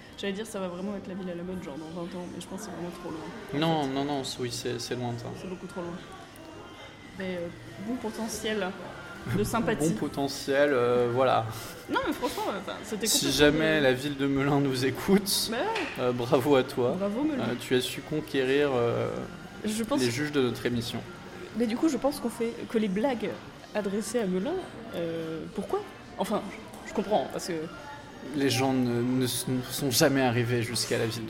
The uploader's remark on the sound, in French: On sait que c'est pas bien tout pareil et que des fois on entend et des fois on entend pas. Il y a beaucoup de bruits de voiture dans cet épisode.